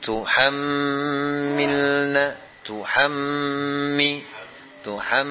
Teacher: Ada mim yang bertasydid didengungkan dengan gunah yang akmal, paling sempurna.